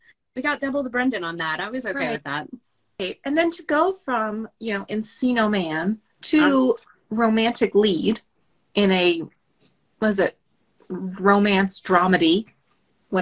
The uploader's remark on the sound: recording our first Instagram LIVE